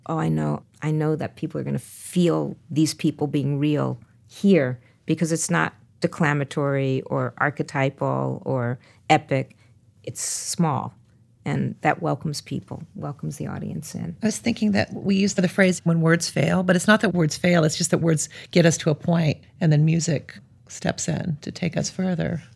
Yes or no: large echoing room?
no